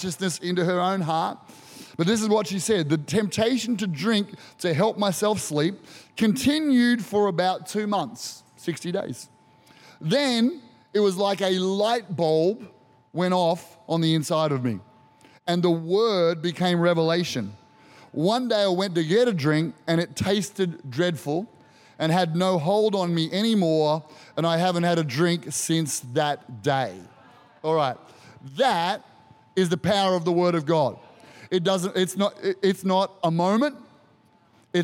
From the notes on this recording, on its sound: Recorded during our 9am service on Sunday, the 7th of May 2023.